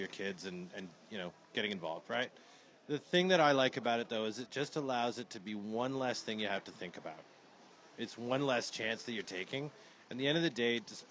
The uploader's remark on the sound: Audio is not great! At a pub again. Sorry the audio is a little off (SHIT IN OTHER WORDS), somthing was not working as well as it should!!!